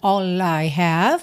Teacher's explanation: And words are all I have, pode juntar o L